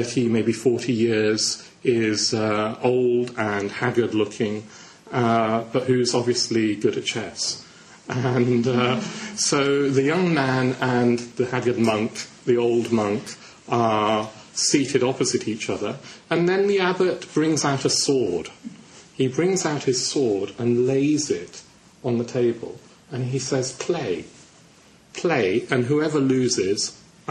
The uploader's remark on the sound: given on Vajrasattva Festival Day at London Buddhist Centre on June 2009